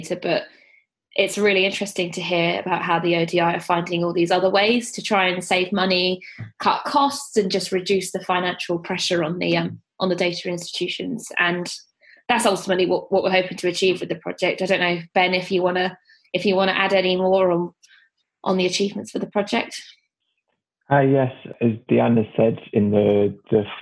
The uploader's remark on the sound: This podcast was recorded remotely over Zoom.